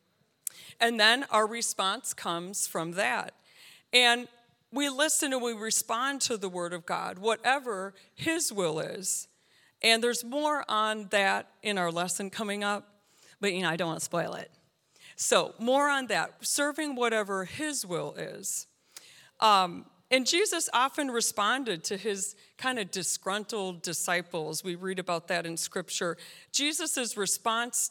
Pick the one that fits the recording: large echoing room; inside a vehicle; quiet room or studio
large echoing room